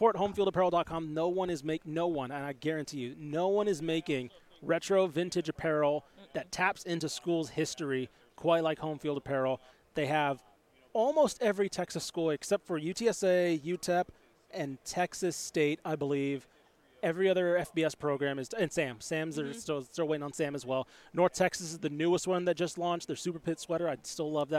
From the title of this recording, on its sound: LIVE FROM BIG 12 MEDIA DAYS!